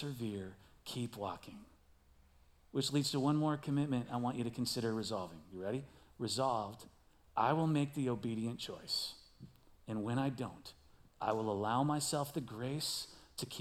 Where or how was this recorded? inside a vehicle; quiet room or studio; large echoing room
large echoing room